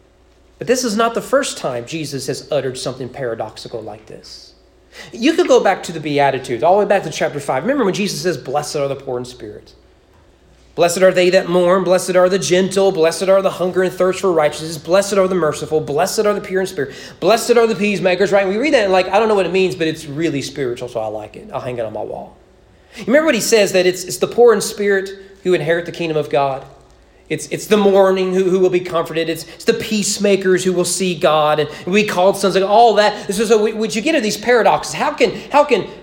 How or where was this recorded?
large echoing room